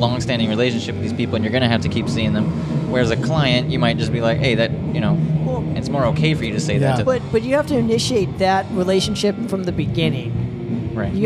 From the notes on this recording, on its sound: we take you live at Stages for the Battle to play Wacken